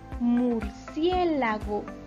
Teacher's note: donde pronunciamos fuerte es en la antepenúltima sílaba. · Term: esdrújulas